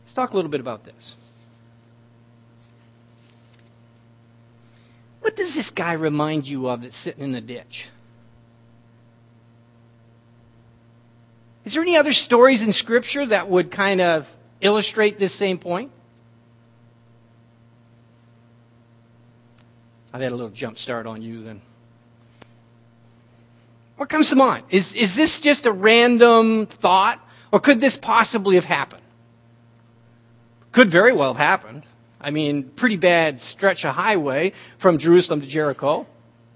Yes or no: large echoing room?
yes